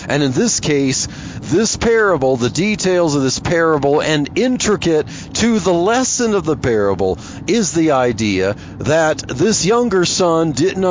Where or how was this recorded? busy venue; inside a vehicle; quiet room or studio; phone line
inside a vehicle